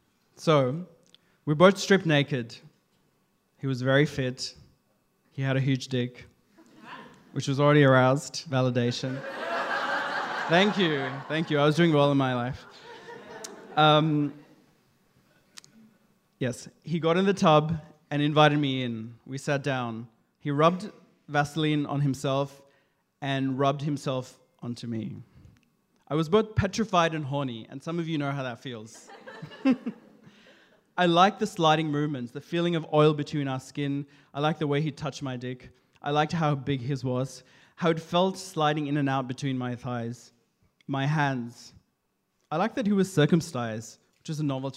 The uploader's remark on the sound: This is his first attempt at telling a story to a live audience. Queerstories is an LGBTQIA+ storytelling night. With regular events in Sydney, Melbourne and Brisbane.